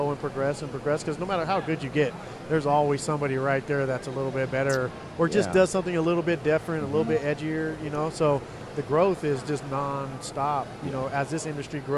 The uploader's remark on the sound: Sullen Radio - MUSINK 2015. In the Sullen Clothing booth, at the 2015 Musink festival.